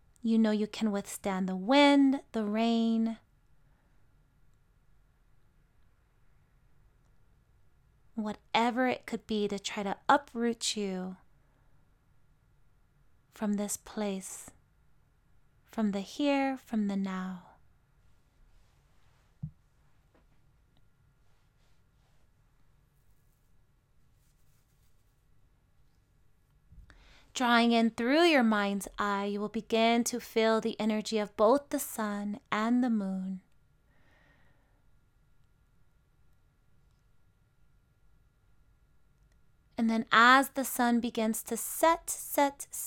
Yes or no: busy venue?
no